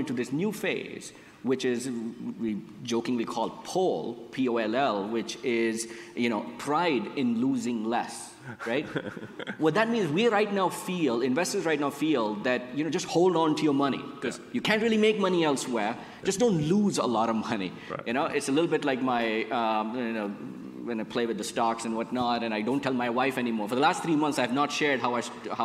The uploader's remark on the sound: Recorded at an event held in May